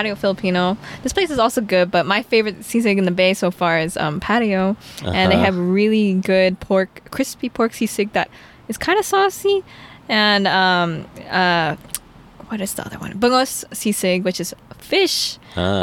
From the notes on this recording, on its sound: We recorded on location inside a restaurant! It was a bit noisy, but it was a good learning experience.